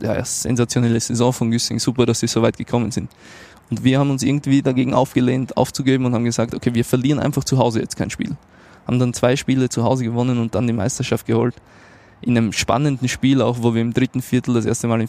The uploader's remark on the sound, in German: Talk auf dem Conference Deck Im Orange Campus